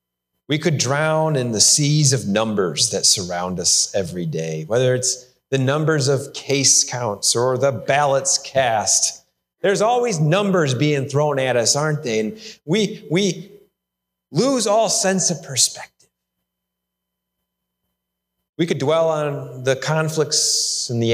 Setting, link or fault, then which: setting, large echoing room